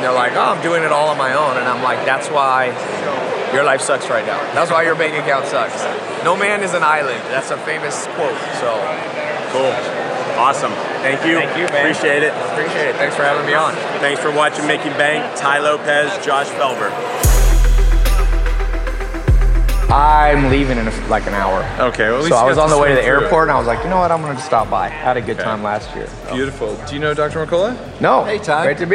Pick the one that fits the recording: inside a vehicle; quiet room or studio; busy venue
busy venue